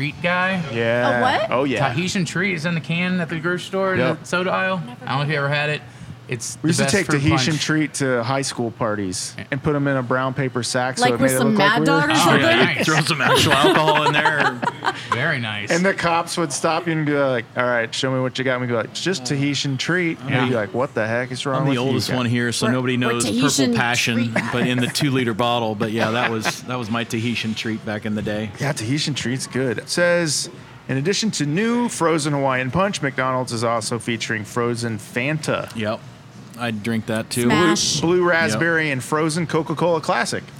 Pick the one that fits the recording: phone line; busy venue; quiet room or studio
busy venue